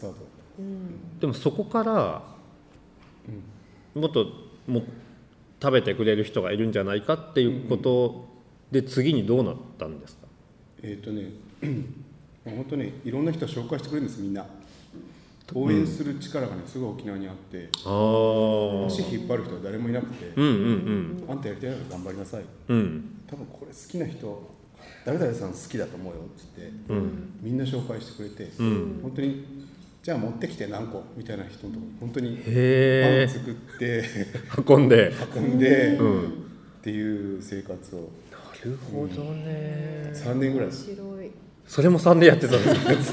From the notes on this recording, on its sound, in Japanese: 初の公開収録の放送です。